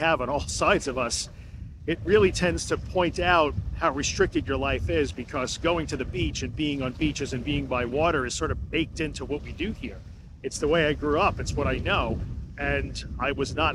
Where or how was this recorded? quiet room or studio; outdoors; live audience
outdoors